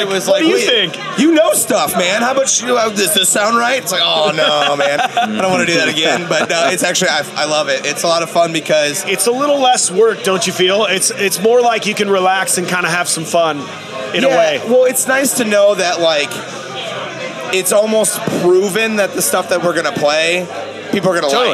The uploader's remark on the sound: 1 Year Anniversary Live Broadcast. Record the podcast episode live from Tailgators during the CRMS 1 year anniversary meet up.